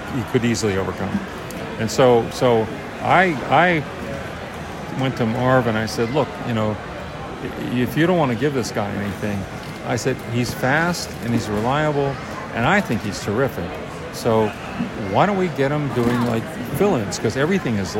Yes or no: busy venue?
yes